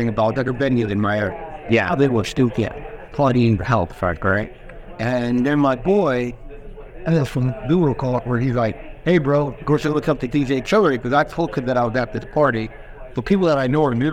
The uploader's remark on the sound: recorded on-site at Benzinga Cannabis Conference